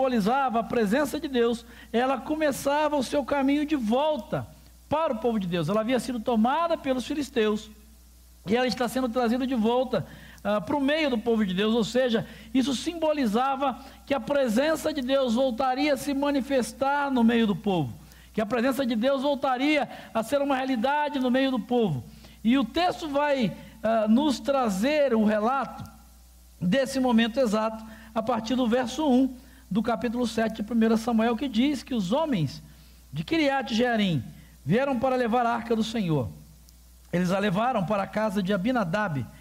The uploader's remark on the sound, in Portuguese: durante a Celebração ao vivo da nossa comunidade